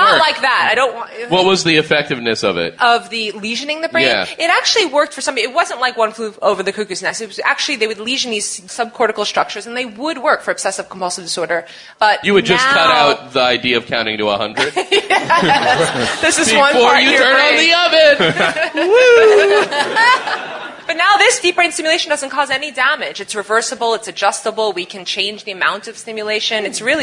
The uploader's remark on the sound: Live at the Bell House. Our live Bell House show.